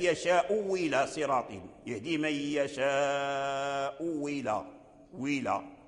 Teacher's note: الهمزة الأولى مضمومة والثانية مكسورة، فتبدل الهمزة الثانية واو · Term: الإبدال